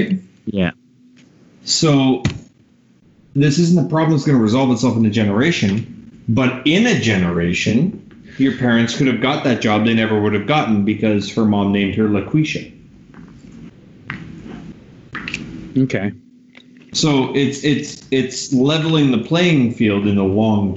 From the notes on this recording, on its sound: Apologies for the clipping and quality of the audio. My microphone had been having some issues.